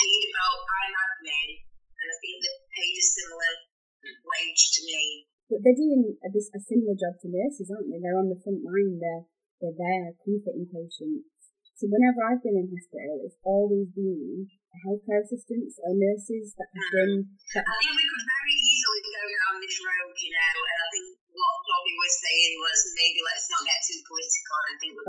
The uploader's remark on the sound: Warning - the audio isn't the best on this one. We did our first remote recording and didn't pick the best method.